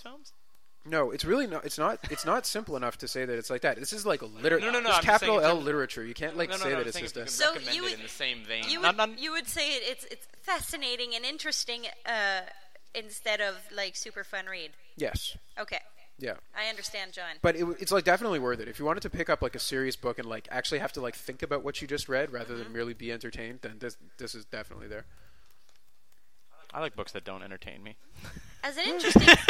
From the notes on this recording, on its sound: I have no idea where the echo in the audio came from and I don’t have time to tweak it the way I usually do.